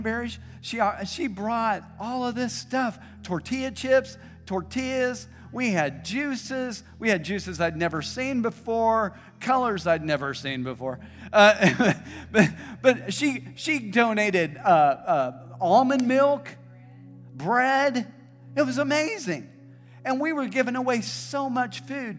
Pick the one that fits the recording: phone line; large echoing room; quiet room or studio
large echoing room